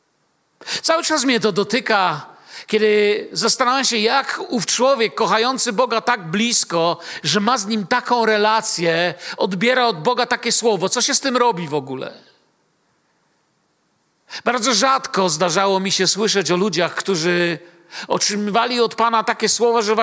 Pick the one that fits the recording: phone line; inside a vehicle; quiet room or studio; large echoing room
large echoing room